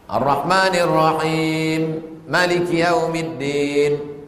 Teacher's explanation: Ciri qiraat warsh bedanya Fatihah mimnya pendek.